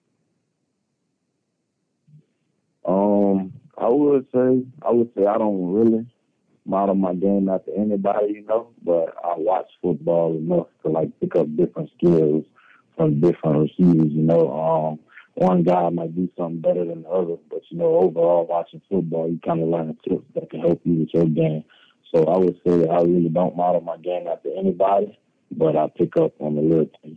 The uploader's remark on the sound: addresses the media during his conference call